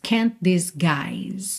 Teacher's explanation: você junta o T de can't com o D de disguise